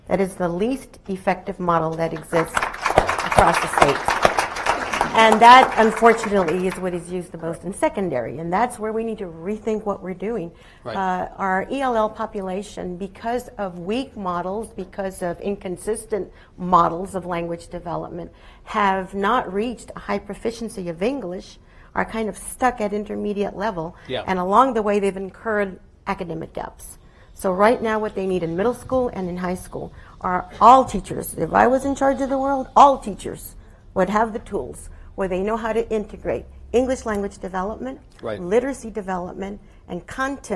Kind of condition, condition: setting, live audience